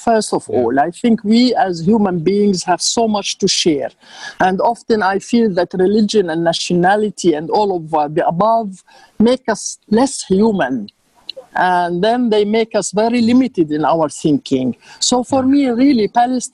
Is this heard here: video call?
yes